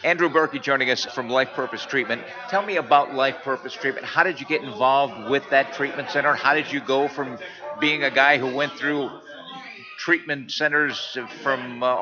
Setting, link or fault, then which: setting, busy venue